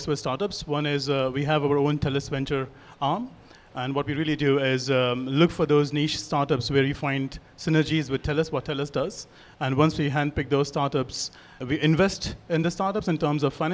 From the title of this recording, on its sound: Live at Soho Innovation Lab